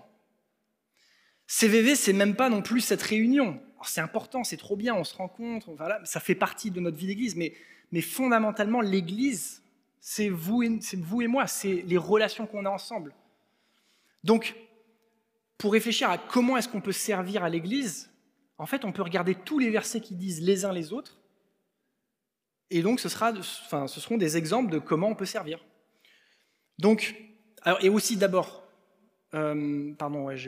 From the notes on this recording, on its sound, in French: Enregistré à l'église CVV